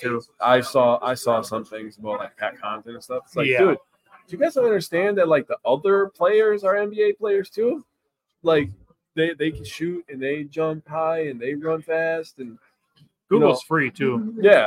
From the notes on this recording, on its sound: We are live from the WiscoCollect event at Memory Lanes in Clintonville